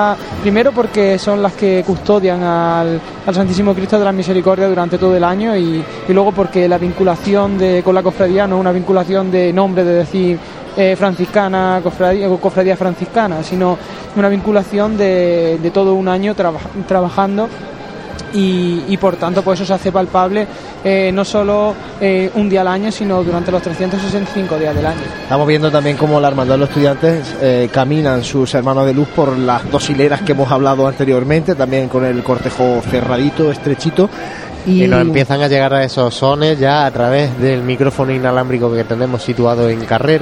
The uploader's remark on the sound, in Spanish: Pasamos a sones en directo desde la posición del palio. Sonidos del paso de palio avanzando por Carrera. Conectamos en directo para escuchar como el Cristo de las Misericordias avanza por calle Maestra.